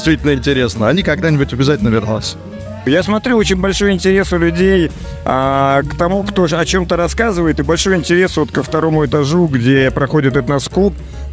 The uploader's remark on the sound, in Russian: Записано с 1 по 3 декабря на месте событий - Москва, Краснопресненская наб., 14, ЦВК «Экспоцентр». Выставка «Поехали 2023».